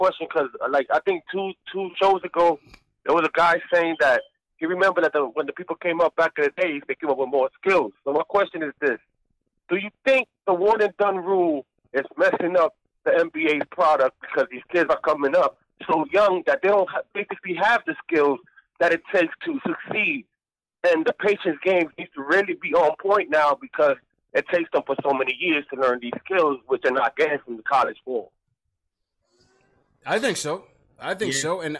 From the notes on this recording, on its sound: take live phone calls from fans around the world